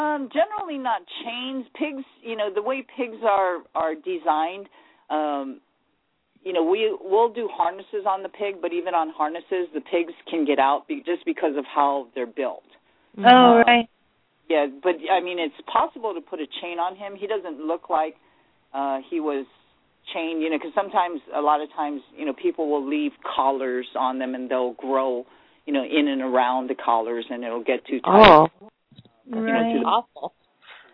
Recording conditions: phone line